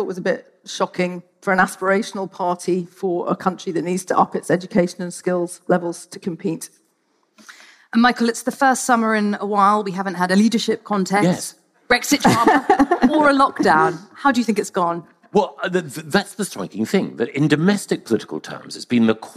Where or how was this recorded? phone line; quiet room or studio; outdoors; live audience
live audience